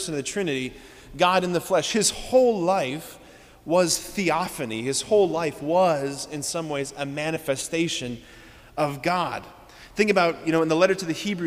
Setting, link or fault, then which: setting, large echoing room